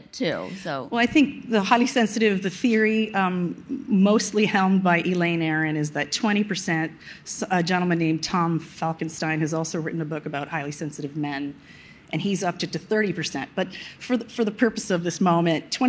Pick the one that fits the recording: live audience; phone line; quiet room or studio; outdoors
live audience